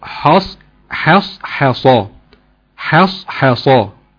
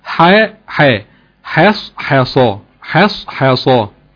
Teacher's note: الحاء مرققة طبعا، بين الحاءين مرققين والصادين مفخمين